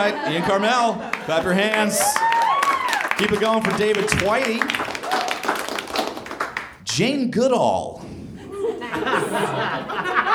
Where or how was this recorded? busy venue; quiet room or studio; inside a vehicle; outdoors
busy venue